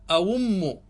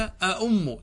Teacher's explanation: فإن شئت أبدلت فقلت أوم، تبدل الهمزة الثانية إلى واو، يجوز. وإن شئت حققت الهمزتين فقلت أأم، تأتي بهمزتين، هذا يقال له تحقيق.